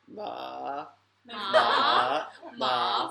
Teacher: the third tone is the most interesting one, because you got to dip and then rise